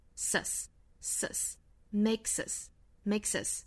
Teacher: that which does not kill us 后面 makes us stronger makes 跟后面的 us 做连读需要注意哈 make 尾部的这个 s 应该是清辅音的